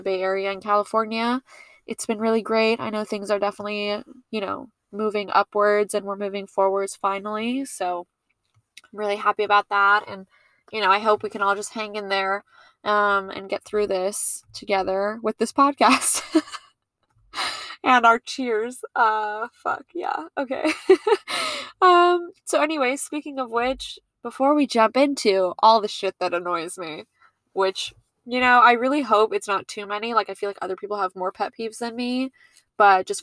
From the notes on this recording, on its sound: I recorded this episode while sitting in my car and watching the rain.